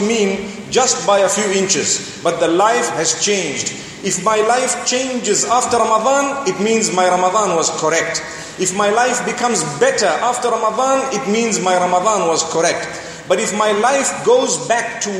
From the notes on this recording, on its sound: Delivered at University of Technology Malaysia